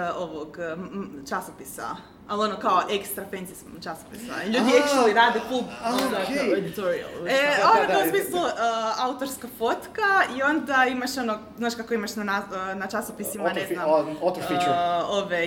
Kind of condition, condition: setting, busy venue